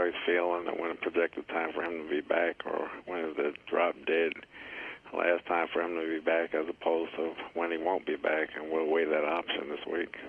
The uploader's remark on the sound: Conference Call: 9/2. Jets HC Addresses the Media on Friday.